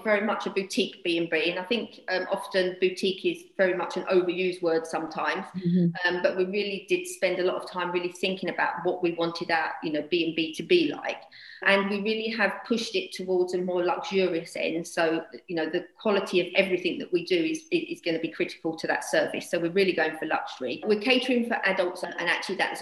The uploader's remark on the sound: Joining me on this ZOOM call is. She'd jump on a ZOOM call with me.